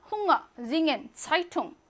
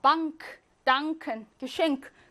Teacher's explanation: 엔게는요, 엉 소리만 나는데요. 엔카는요, 엉크 소리가 나.